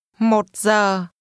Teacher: 1 is pronounced with a low, falling, broken tone.